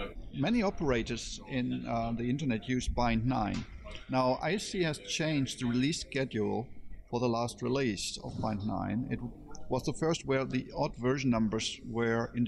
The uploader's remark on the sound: RIPE was a busy event, as evidenced by the noise and conversations in the background